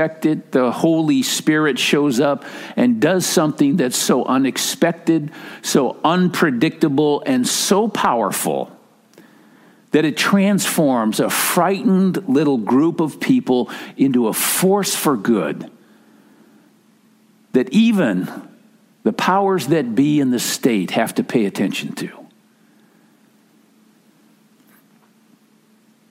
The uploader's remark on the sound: Message delivered during the Tradi Worship Service. San Marino Community Church.